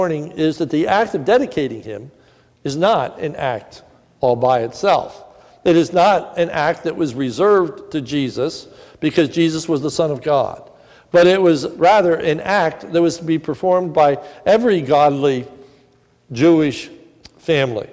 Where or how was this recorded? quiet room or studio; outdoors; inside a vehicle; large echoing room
large echoing room